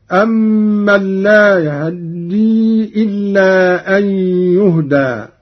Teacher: باختلاس فتحة الهاء، وهو اختلاس الجزء الأكبر من الفتحة مع السرعة، وله أيضا الإسكان، وكل من الاختلاس والإسكان ورد لغة وقراءة هكذا: أمن لا يهدي إلا أن يهدى.